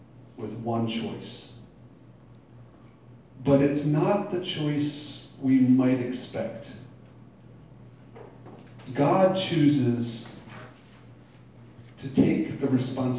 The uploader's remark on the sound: Live from Black Cloister Brewing Company.